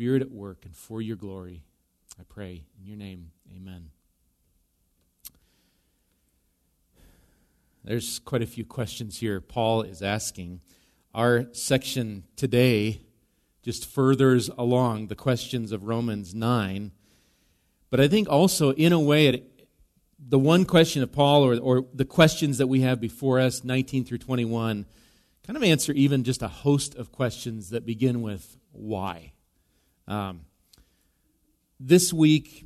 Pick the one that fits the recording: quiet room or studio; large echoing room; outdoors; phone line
large echoing room